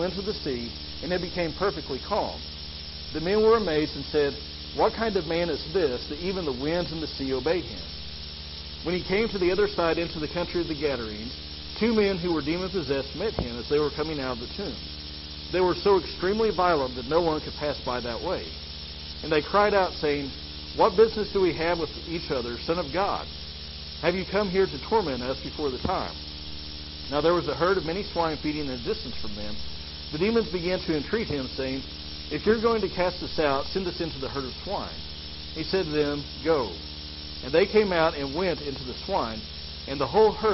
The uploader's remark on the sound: sorry for the audio quality